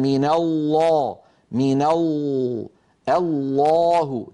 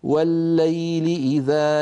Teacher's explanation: إذن نرى على اللوحة شكل اللسان عند نطق اللام المفخمة والمرققة، يصاحب اللام المفخمة تقعر لوسط اللسان وتضيق في الحلق بخلاف المرققة · Shown in: first take